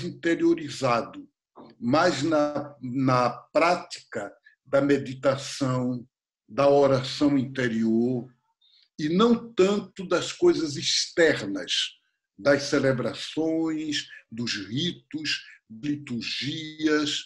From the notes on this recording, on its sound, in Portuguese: Estamos fazendo as gravações via internet e por isso, talvez aqui e ali, surja uma ou outro probleminha.